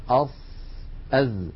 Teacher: الصورة التي على اليمين هذا هو المخرج الصحيح، لاحظوا يا إخوتي أن الإنسان يضع رأس لسانه على الصفحة الداخلية للأسنان السفلى ويضغط فينشأ صوت ناتج من اصطدام الهواء بالصفحة الداخلية للأسنان السفلى والعليا